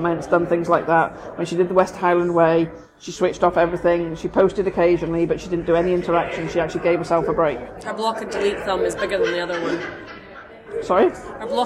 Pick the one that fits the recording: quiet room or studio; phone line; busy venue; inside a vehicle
busy venue